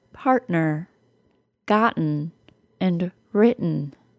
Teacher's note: The glottal stop is also the sound I am saying in the word partner, gotten, and written. The glottal stop will happen when the T comes after a vowel or R sound and before an N sound or an M sound.